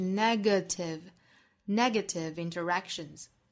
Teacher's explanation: Negative 这个词包含三个音节，第二个音节不能丢啊